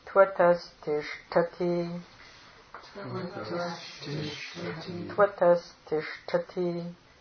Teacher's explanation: Make sure that the only aspirate there is the shta, right? Ta is the lingual ta.